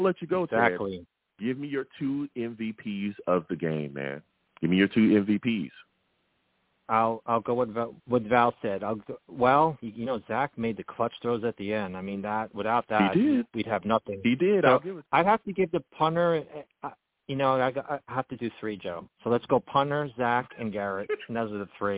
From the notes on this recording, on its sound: I take live callers!